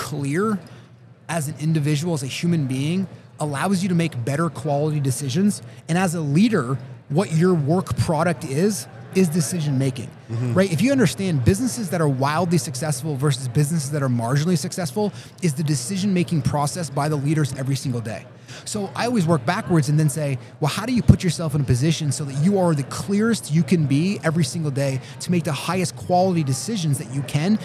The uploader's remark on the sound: coming to you live from Keller Williams Family Reunion